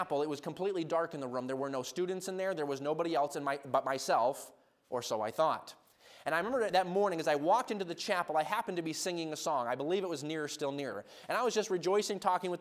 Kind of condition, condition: setting, large echoing room